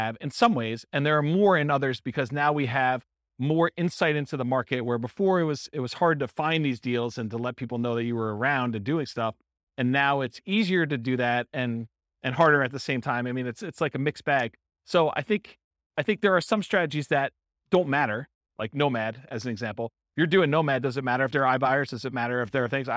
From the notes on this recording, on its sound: Highlands Ranch, Colorado. This was a live class recorded to give investors a solid qualitative overview of all the different real estate investing strategies.